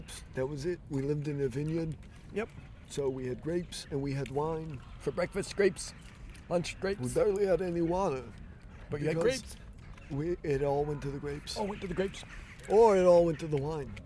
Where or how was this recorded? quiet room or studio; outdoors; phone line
outdoors